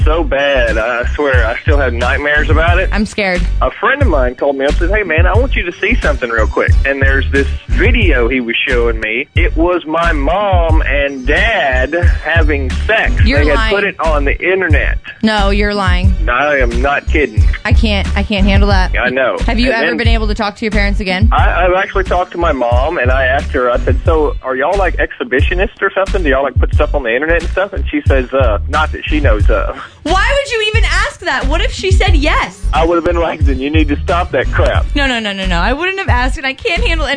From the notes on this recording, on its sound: Call in to my show.